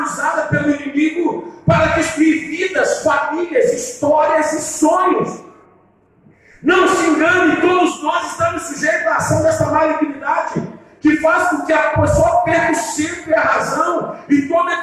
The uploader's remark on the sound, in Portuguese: Ao Vivo na Casa de Louvor.